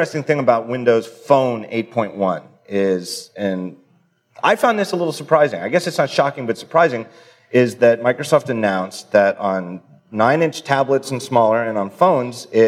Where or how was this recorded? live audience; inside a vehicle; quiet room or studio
live audience